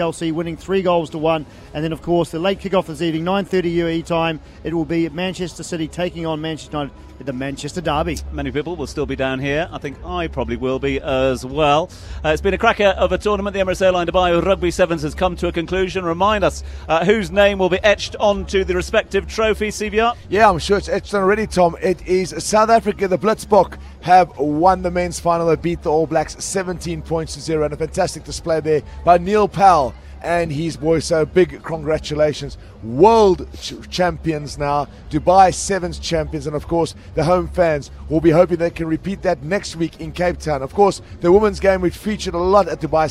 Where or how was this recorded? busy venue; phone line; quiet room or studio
busy venue